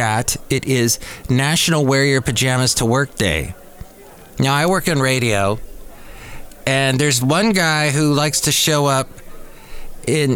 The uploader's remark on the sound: podcasts live from Cafe Anyway